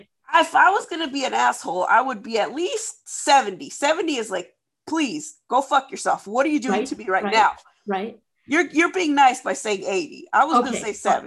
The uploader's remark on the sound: This episode is unedited and recorded from Zoom.